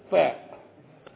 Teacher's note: كيف تنطق الفاء؟ من باطن الشفة السفلى فاء، بدليل لو مسكت دي كده برضو تنطق فاء، دي ملهاش داخل خالص.